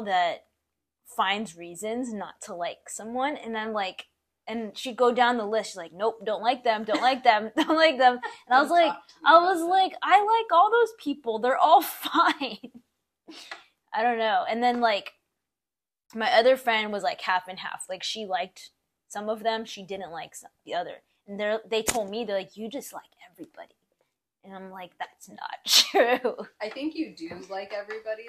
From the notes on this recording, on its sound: I know I sound far from the mic.